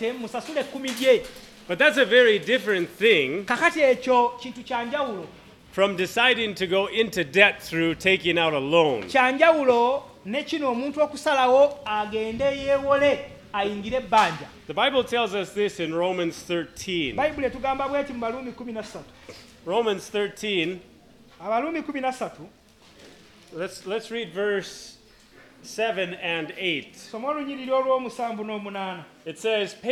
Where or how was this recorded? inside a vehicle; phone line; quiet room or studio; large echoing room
large echoing room